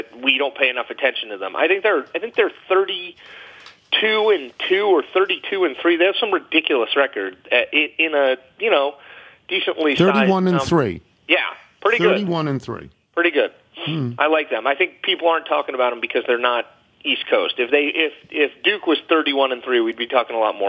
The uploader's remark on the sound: phones